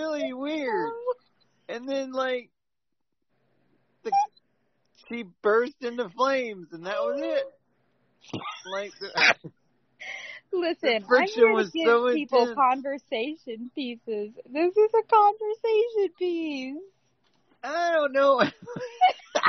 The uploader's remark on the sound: We want to add an early apology, audio isn't as clean as we would like it due to way of recording.